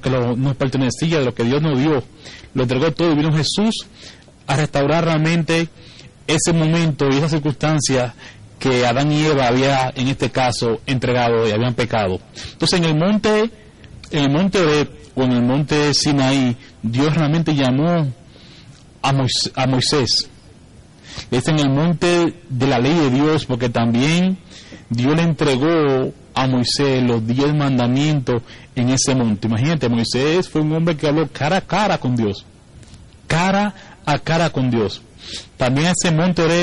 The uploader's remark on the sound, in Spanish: predica grabada el 26-11-2015 en la Iglesia Evangelica Los Hijos de Sion, Centro de Adoracion